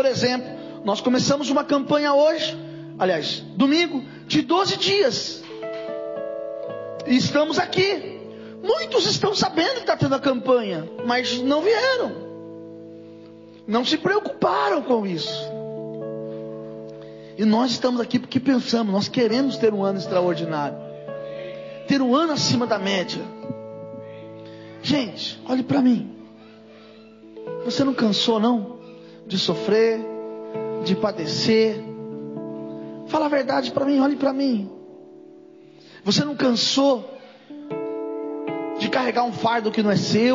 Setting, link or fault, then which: setting, large echoing room